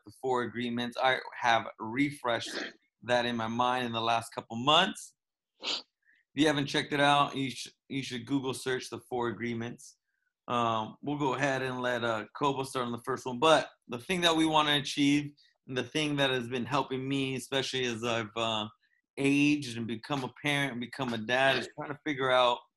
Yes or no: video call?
yes